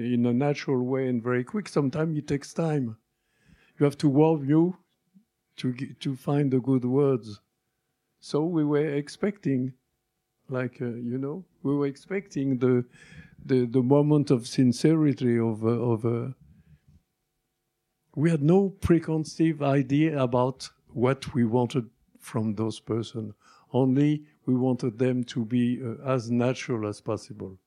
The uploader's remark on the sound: Recorded November 18, 2017 at EYE Cinema.